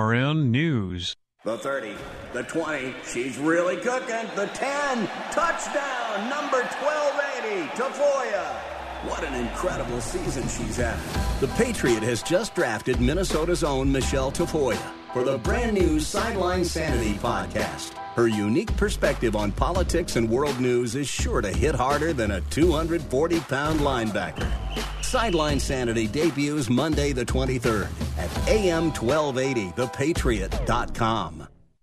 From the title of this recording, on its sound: Live From The GOP Convention